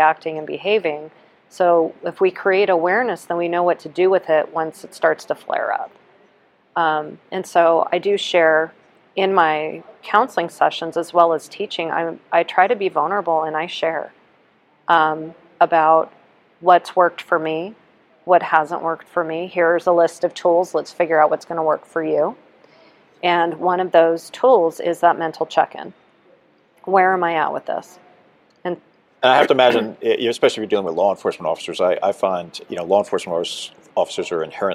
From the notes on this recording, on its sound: A Psychologist from Southern California's Premier First Responder Psychological Services , at the 2023 NEP "We Need to Talk" mental and behavioral health conference in Las Vegas.